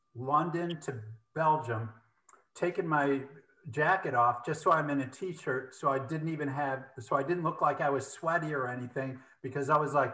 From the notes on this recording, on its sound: Zoom Room Jamboree. Let's have a Zoom party!